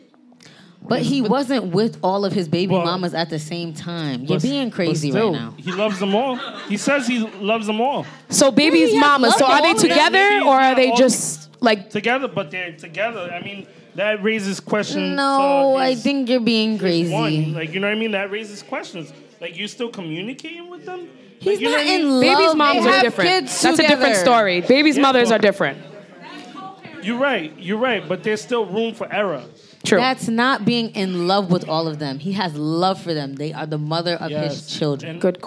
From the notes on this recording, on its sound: Spark Up went LIVE! Recorded live at Trade Pop-Up.